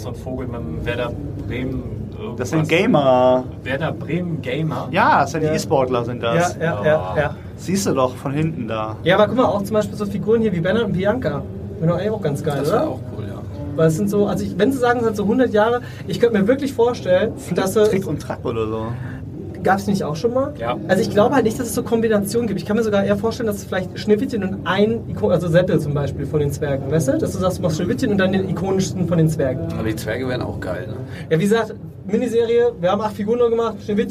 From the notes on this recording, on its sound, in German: Definitiv keine Folge für die Tonfetischisten oder Mehrwert affinen Hörer unter Euch. Eine fuchsteufelswilde Live Aufnahme von der Gamescom. Aufgenommen in einem Aquarium aus Glas.